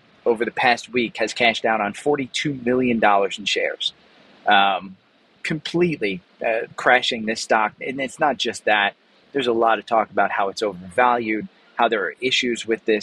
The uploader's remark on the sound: I'm recording today live from inside AT&T Stadium in Dallas - the home of the Dallas Cowboys.